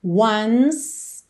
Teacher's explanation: do N vai direto pro S, tá? Não pronuncia o E.